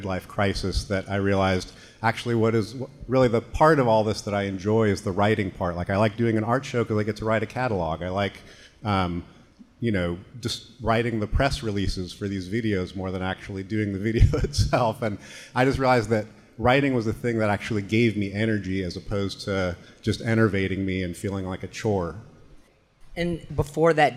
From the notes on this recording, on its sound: We feature a conversation from Pickathon 2022. Literary Arts partnered with the Pickathon music festival to program on-stage author readings, and for a live recording of The Archive Project at the Lucky Barn stage.